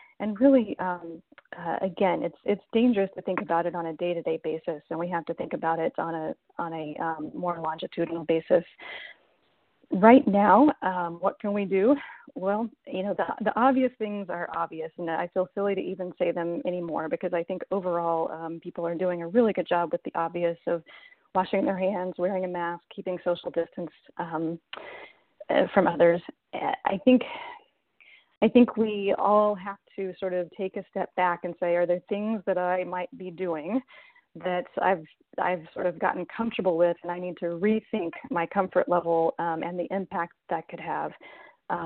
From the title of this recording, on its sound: Telephone Town Hall July 19th